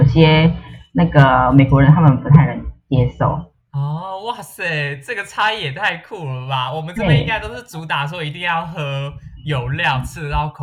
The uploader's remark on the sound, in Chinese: 這次節目錄製因為還在嘗試遠端錄節目當中，麥克風的品質稍差。